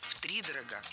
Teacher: Правильный вариант – с ударением на первом слоге.